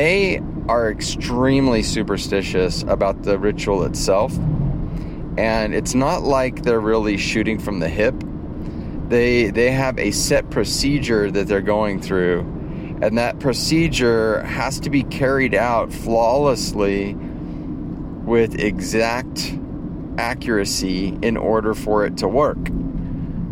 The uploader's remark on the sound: In the Car, from the Field...